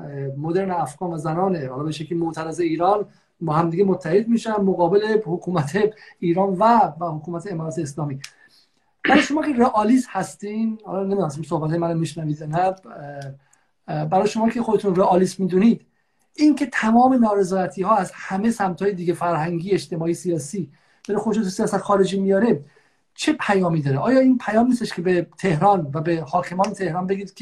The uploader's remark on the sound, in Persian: در این برنامه که جمعه نوزدهم شهریور در اینستاگرام ضبط شده